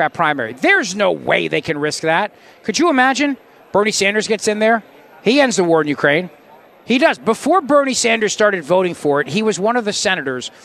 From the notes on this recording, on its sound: LIVE from CPAC in Washington D